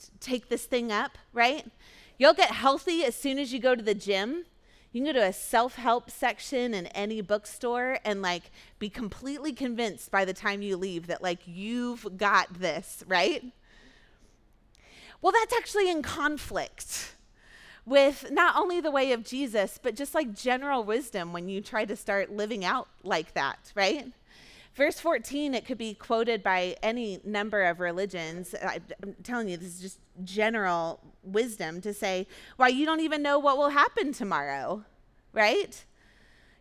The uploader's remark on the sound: Recorded at our Sunday gathering on July 23, 2023 in Port Orchard WA.